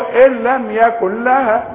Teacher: مفيش عندي اي نون هنا ولا شبح نون ولا ريحة النون · Term: ادغام كامل